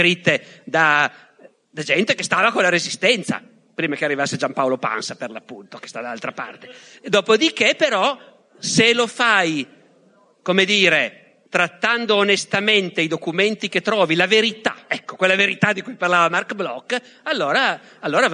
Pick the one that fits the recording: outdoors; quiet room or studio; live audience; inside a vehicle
live audience